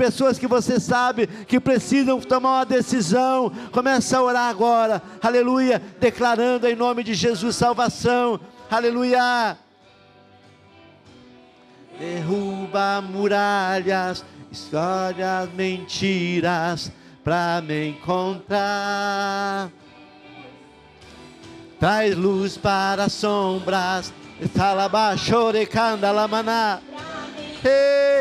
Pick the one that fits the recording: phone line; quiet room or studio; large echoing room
large echoing room